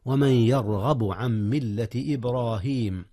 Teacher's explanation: ولا تنسيا تفخيم الراء في يرغب وفي إبراهيم · إدغام نون عن في ميم ملة. نعم، إدغام بغنة: ومن يرغب عن ملة إبراهيم.